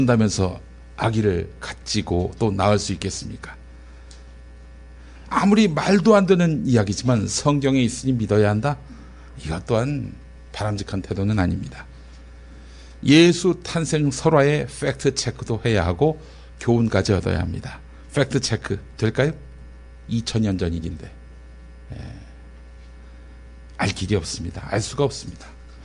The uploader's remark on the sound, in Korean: 장소] 벙커1교회 (서울 마포구 월드컵북로5가길 8-15 지하 1층)